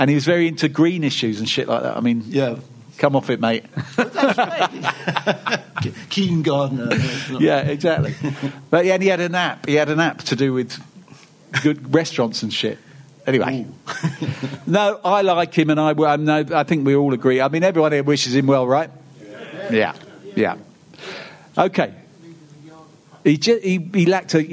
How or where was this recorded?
live audience